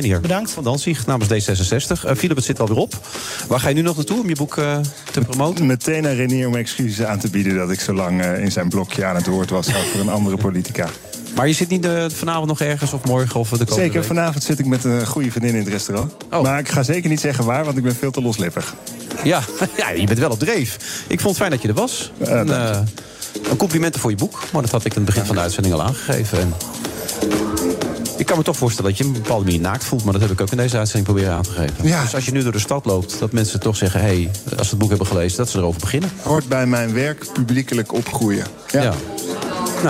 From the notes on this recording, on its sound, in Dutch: The Friday Move live vanuit het Double Tree By Hilton Hotel in Amsterdam.